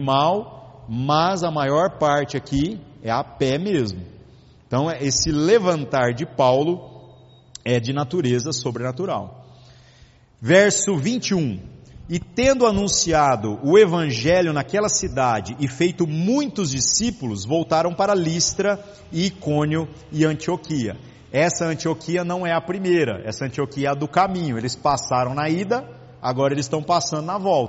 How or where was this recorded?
large echoing room